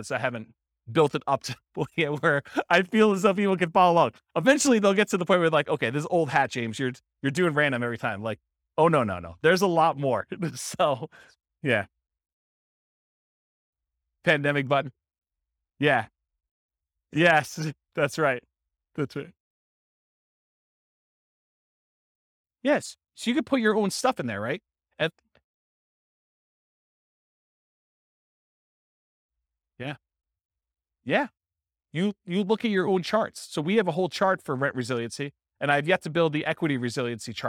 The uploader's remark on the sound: This was a live class recorded